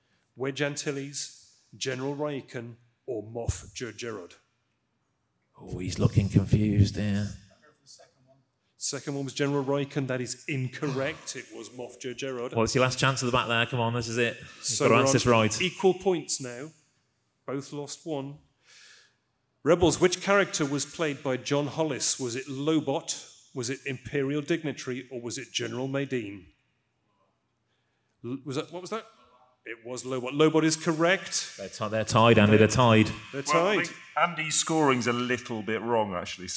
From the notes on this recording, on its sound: Star Wars Celebration 2023 Special. Recorded in front of a live studio audience at Star Wars Celebration on the Holonet Stage!